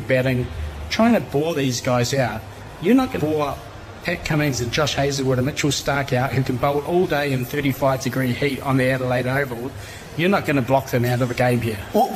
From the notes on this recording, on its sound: live from the Cricket Museum at the Basin Reserve in Wellington